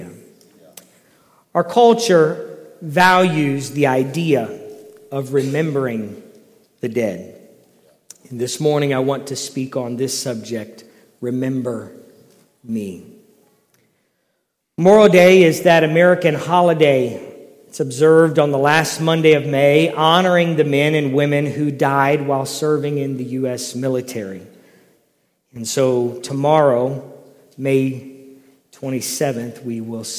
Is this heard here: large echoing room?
yes